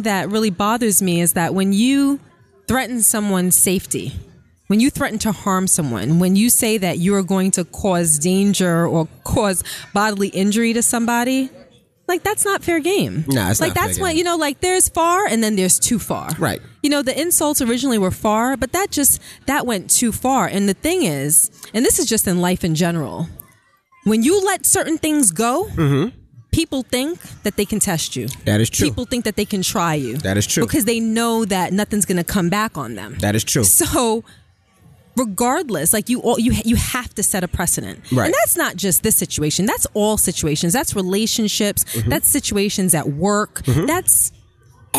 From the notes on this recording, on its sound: Live From The FontaineBleau